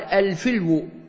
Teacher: والفلو الضبيس، والفلو المراد به المهر بفتح الفاء وضم اللام، وهو أيضا ينطق في العربية بكسر الفاء وسكون اللام كما هو في لهجتنا، فيقال الفلو، والفلو في العربية كالجرو أيضا لولد الكلب، فبكسر الفاء الحرف الأول فاء الكلمة وسكون لامها.